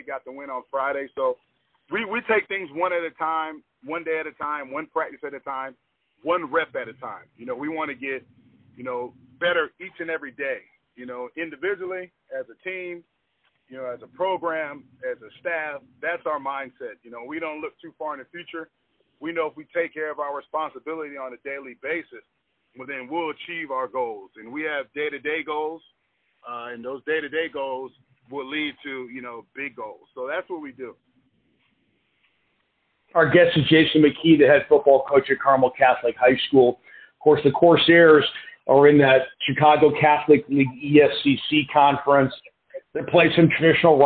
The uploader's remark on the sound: The conversation was done over the phone so the audio quality is not the best.